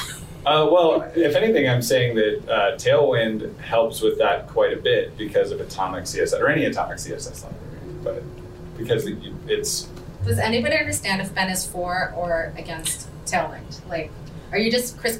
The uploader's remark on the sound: live at RenderATL